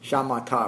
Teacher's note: with the emphasis on the ma, rather than just kind of a flat Shamatha